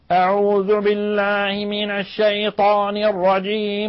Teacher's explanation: ونحن نعلم بأن أقصى الحلق فيه حروف تخرج، هي الهمزة والهاء والعين والحاء والغين والخاء، لكن المنهي عنه في هذه الصورة تقعير الفم هو الضغط الزائد على الحنجرة بحيث يخرج صوت شبه حرف العين مع التلاوة